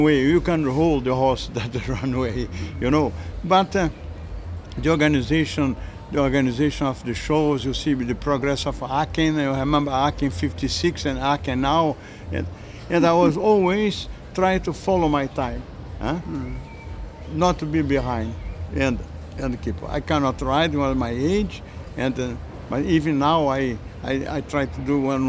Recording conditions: busy venue